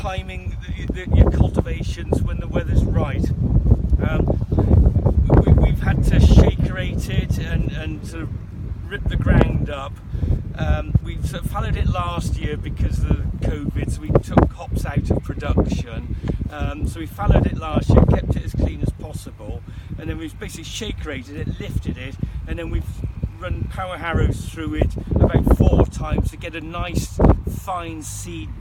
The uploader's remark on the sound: Warning, contains wind noise.